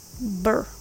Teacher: Br has a schwa sound. Just relax and connect b and r sounds together.